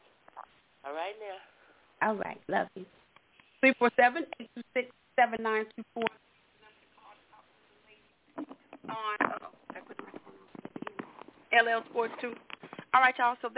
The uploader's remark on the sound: your phone calls